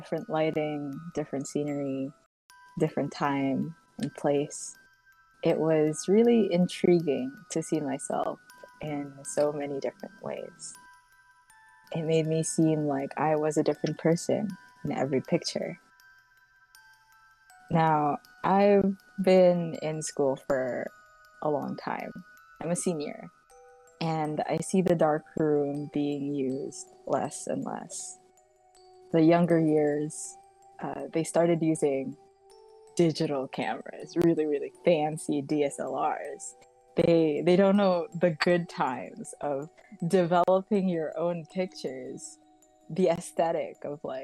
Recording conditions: background noise